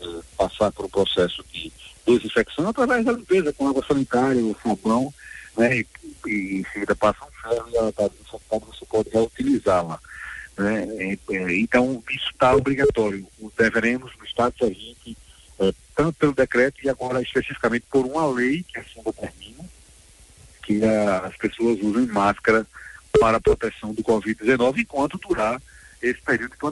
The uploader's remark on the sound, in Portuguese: Concedeu entrevista por telefone à Rádio Liberdade FM, no programa Espaço Livre.